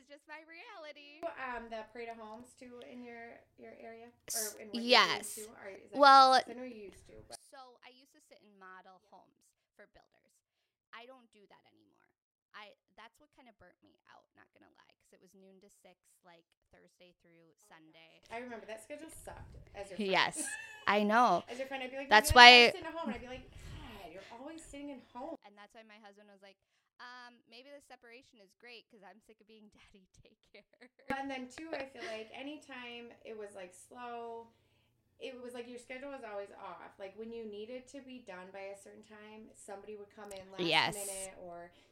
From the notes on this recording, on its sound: For the first time in a long time I messed up and forgot a step while we were recording. I did my best to make the audio work.